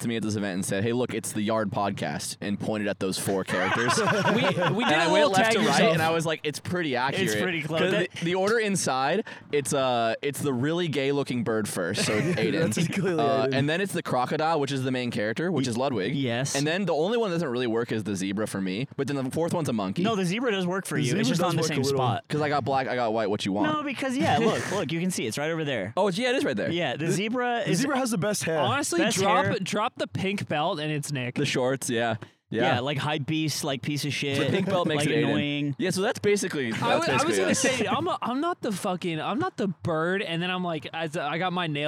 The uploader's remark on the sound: This week, the boys are live from Fête 3 in the UK!